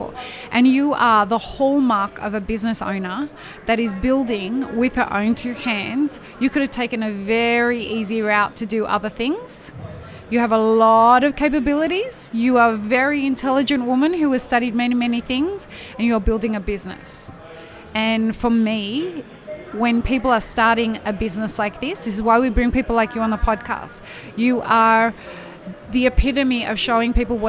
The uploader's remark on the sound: Live-streamed from the show floor at World of Coffee Dubai 2024.